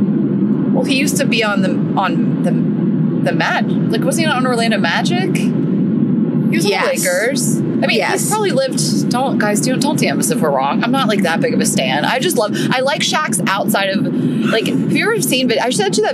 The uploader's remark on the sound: episode recorded from the car